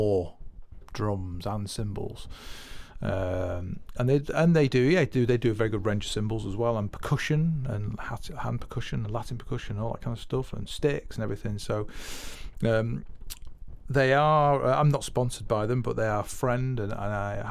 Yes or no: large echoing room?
no